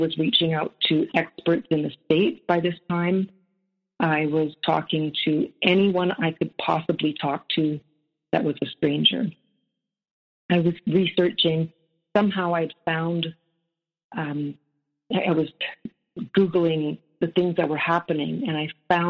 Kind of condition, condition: link, phone line